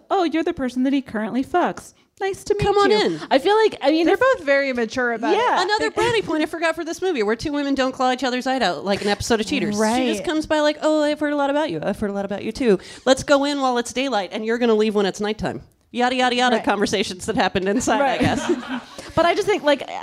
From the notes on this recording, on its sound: On this live episode of The Bechdel Cast. On this live episode of The Bechdel Cast.